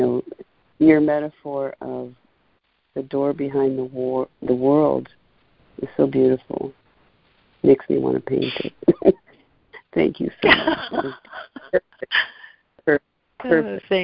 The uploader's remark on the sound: ACIM Daily Conference Call